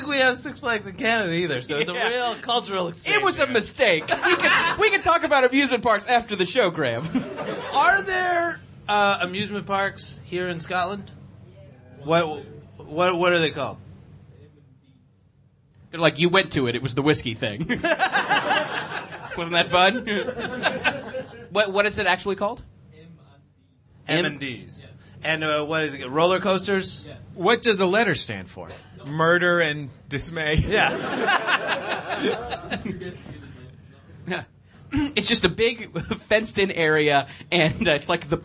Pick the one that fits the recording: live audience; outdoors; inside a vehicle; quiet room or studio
live audience